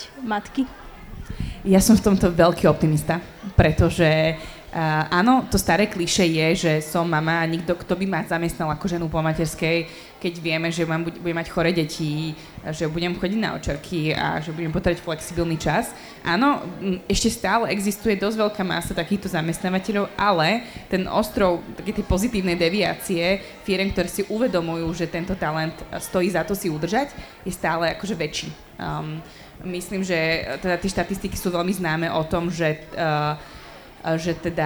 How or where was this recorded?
busy venue